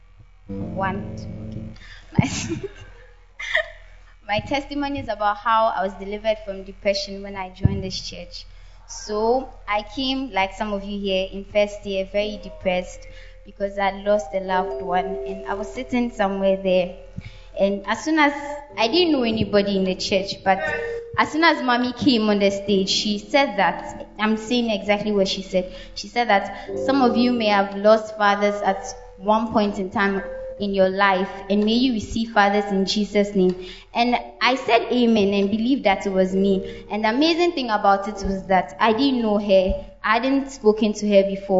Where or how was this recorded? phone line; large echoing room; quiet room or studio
large echoing room